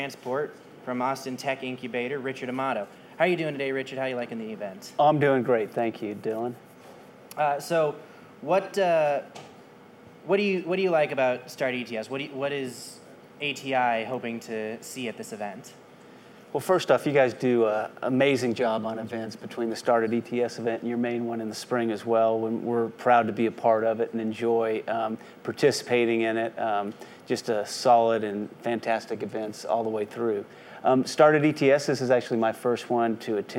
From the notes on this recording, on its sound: It's our first ever live show! Up on stage at the One World Theater in Austin.